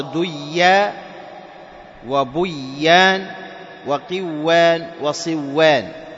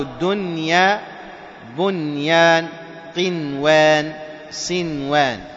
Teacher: قالوا: خوف اشتباهه بالحرف المضعف، لأنك لو أضغمت لصار ديا وبيان وقوان وصوان، وهناك كلمات تشبهها، كلمات تشبهها، فخوف الاشتباه جعلوا هذه مظهرة، فقالوا: الدنيا بنيان قنوان صنوان. إذن هذه أربع كلمات تظهر فيها النون الساكنة بغير غنة · Shown in: second take · Term: الإظهار المطلق